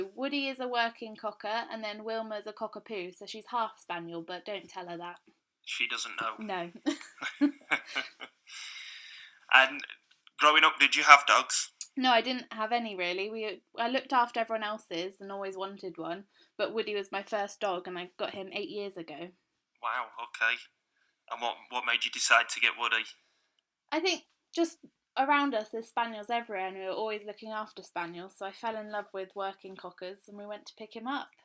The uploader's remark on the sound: It’s the first ever podcast we’ve recorded and we had a few teething issues with the audio quality for which we can only apologise. We’ve done what we can in editing.